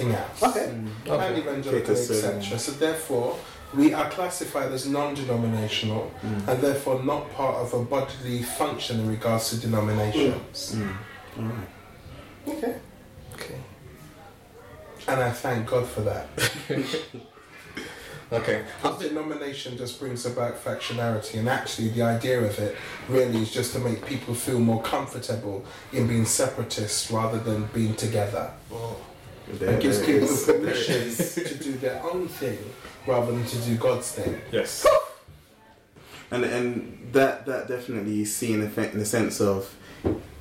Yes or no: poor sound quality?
yes